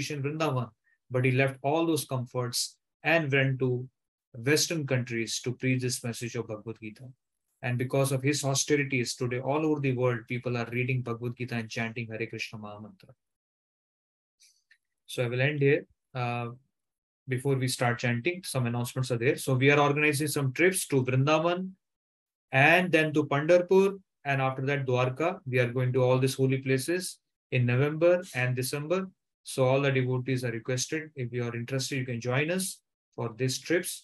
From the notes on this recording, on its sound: Zoom recorded class